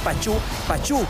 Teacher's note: la entonación va en la U